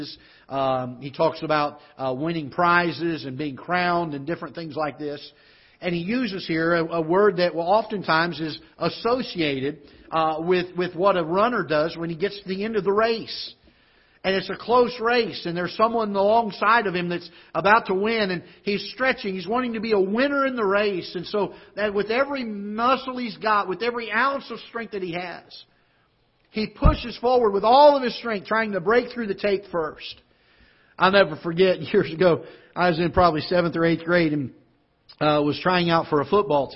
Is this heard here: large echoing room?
yes